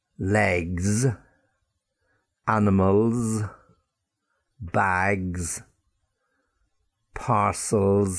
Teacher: The letter S is also pronounced as Z at the end of certain words after a voiced sound. · Term: Z sound